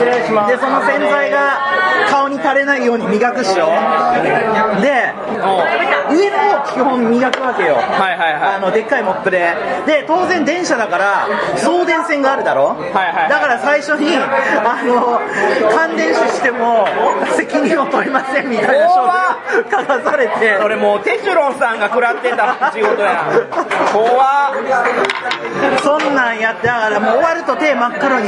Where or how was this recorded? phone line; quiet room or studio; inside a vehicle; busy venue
busy venue